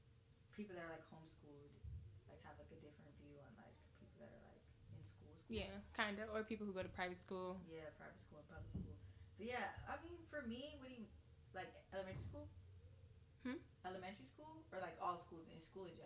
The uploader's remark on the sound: Two girls, one mic. I have about four microphones but I could only use one to record both of us so excuse the inconsistent volume, we tried our best to make it work.